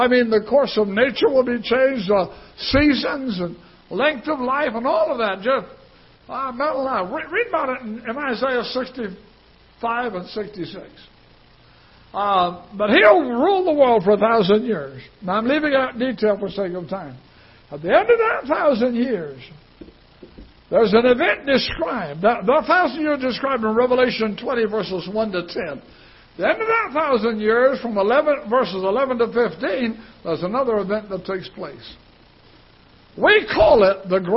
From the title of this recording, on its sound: Ketha Heights Baptist Church ~ Live Broadcast